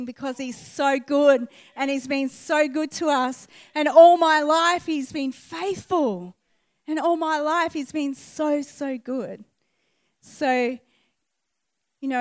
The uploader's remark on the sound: recorded on 11/08/2019 at the 11am gathering